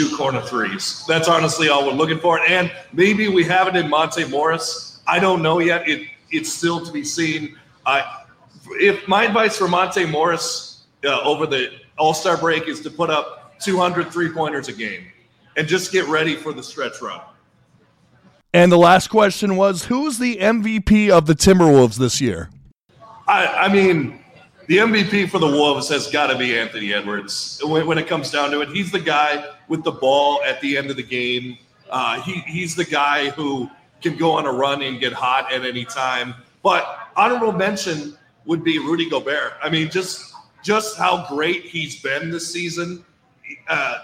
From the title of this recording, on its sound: Live Q And A At Thirsty Pups Wolves Watch Party From Park Tavern